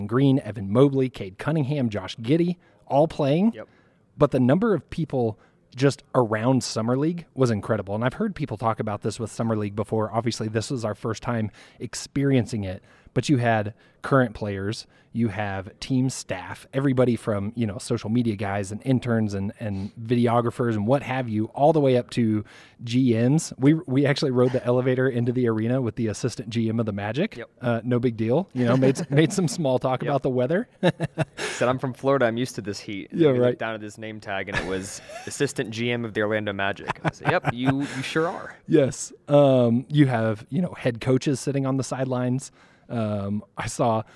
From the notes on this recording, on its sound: Summer League Report Live from Las Vegas. Report live from Las Vegas Summer League.